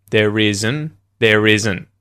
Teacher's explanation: The only little difference in pronunciation is going to be that because isn't, right, like is not contracted together, isn't, because it ends with a T, you're going to mute that T and the sound stops at the end of the word isn't